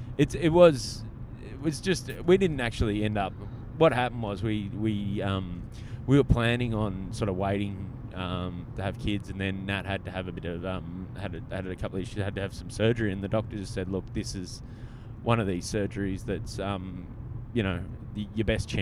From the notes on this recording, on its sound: Recorded on the drive between Port Macquarie and Sydney.